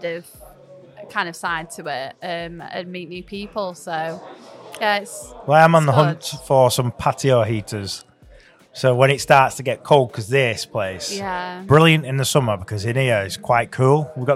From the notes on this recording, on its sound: Midnight Lancs Car Meet at Leyland Car Care. Live from the Midnight Lancs Car Meet!